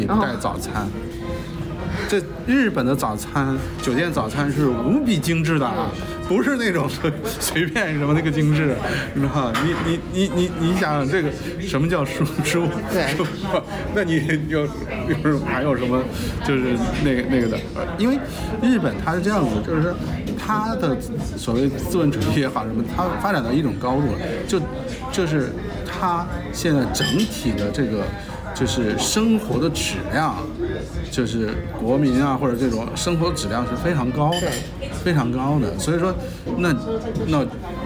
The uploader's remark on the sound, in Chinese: 两周前在纽约某酒店大堂吧的一次聊天。因为录制环境原因， 噪音较多，还请听众多多包涵。